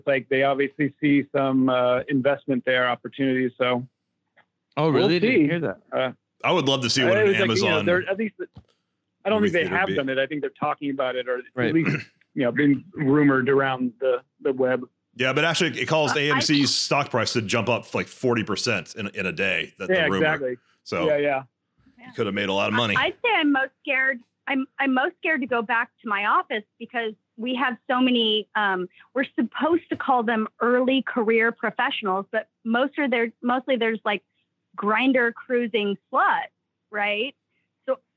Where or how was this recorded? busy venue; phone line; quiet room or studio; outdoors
phone line